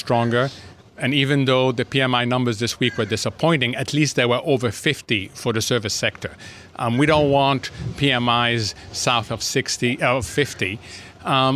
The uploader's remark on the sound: Live From Jackson Hole '23